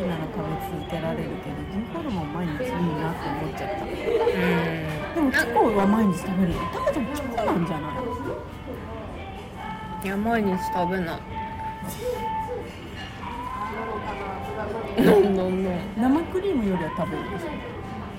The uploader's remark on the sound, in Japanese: In MILK（生クリーム専門店）。店内の雑音が結構うるさいかもしれませんので、。